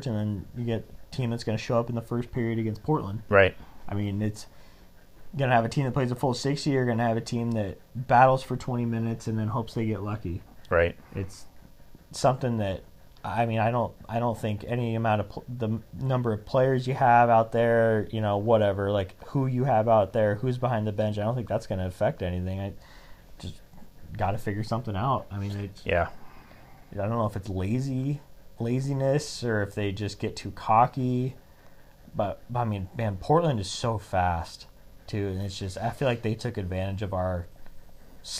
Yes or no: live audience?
no